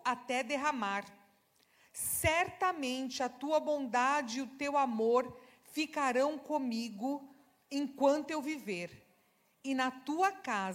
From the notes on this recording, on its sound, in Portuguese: Celebração ao vivo